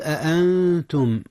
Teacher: جاء الإخفاء هنا يا أستاذنا. نعم، أخفي النون قبل التاء، والتاء من حروف الإخفاء